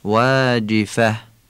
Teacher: و بالاخره واو واجفه و جیم واجفه فصیح و عربی تلفظ بشه، یعنی واو با دندون نگیم، از بین دو لب بگیم، جیمم تیز و ظریف تلفظ بکنیم.